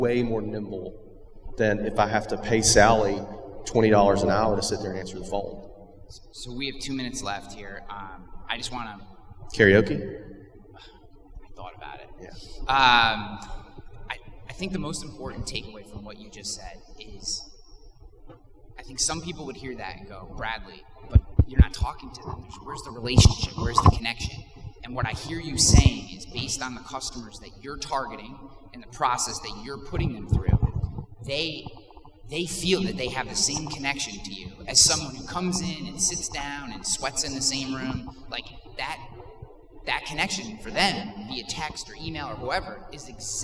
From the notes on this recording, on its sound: In Cleveland, Ohio in front of an audience of over 150 people for a live recording of the podcast. Special live episode.